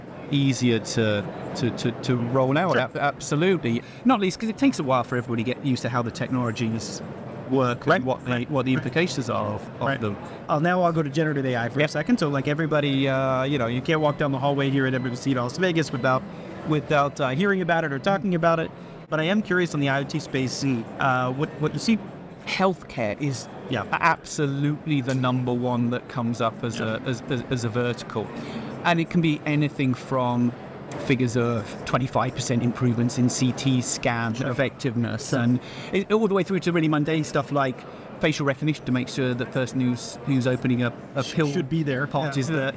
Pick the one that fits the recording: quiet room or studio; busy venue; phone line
busy venue